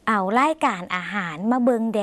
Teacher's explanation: ส่วนคำลงท้ายนะคะที่แสดงความขอร้องและแสดงความสุภาพในภาษาลาวคือคำว่าแดแต่คุณผู้ชมคะต้องลากเสียงยาวสักหน่อยนะคะ